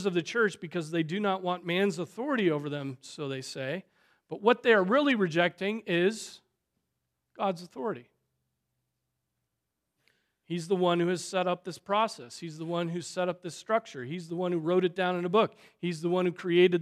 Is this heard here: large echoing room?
yes